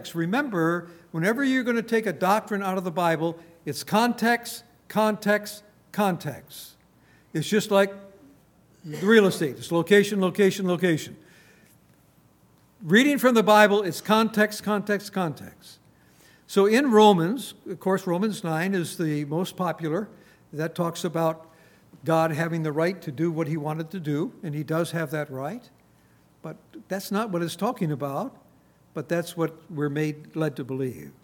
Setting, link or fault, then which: setting, large echoing room